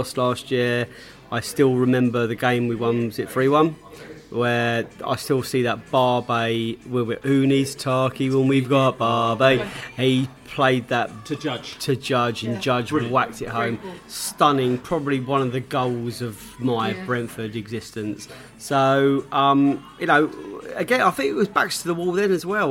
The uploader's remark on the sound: Preston pre-match podcast from the pub.